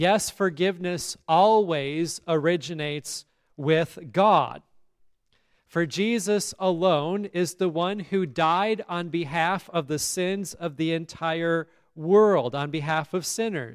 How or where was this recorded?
large echoing room